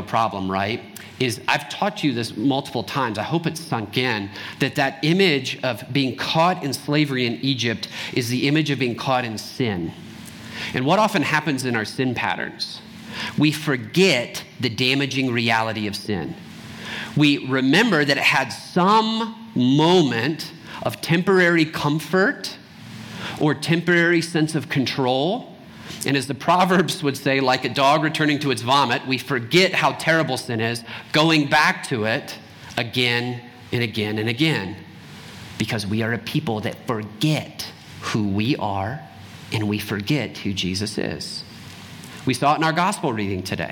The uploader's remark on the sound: Trinity Anglican Church Littleton, CO